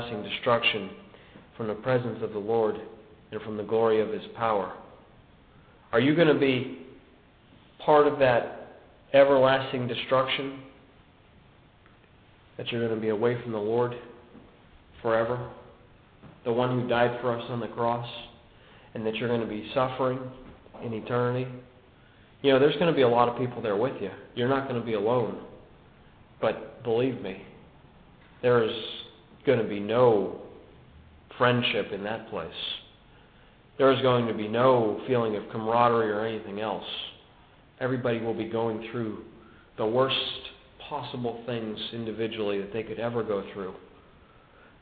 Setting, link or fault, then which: setting, large echoing room